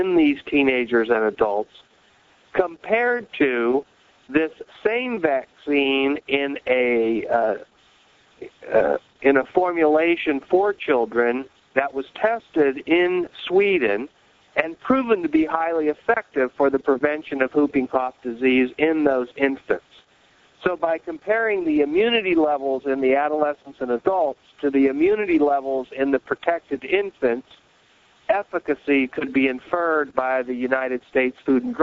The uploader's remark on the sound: July 2005 Author in the Room® Teleconference